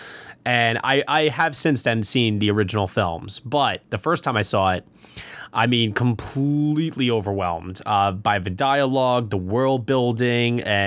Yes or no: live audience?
no